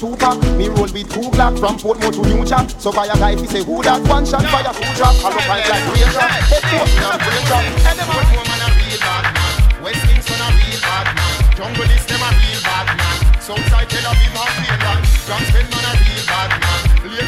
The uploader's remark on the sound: LIVE AT ISLAND SATURDAYS. Live Audio from Island Saturdays featuring 100% Dancehall, Reggae, Soca and Afrobeats.